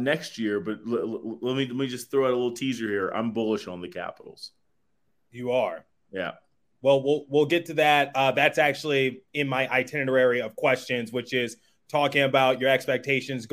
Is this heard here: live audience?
no